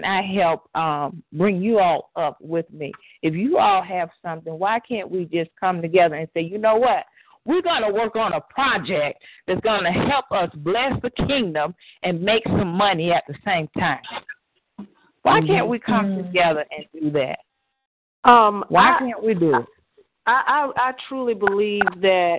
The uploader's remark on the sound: CWBN Annual 4th Teleconference.